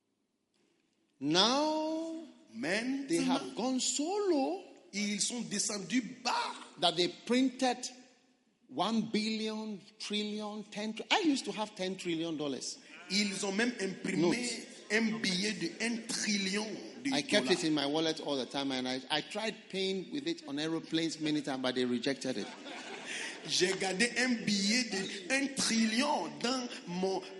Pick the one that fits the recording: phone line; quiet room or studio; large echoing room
large echoing room